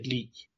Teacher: that might have a slight glottal stop at the end there